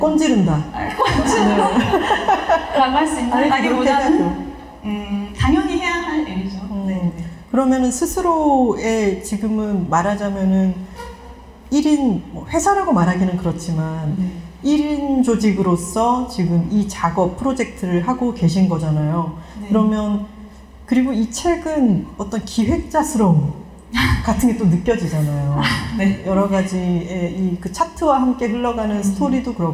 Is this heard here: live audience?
yes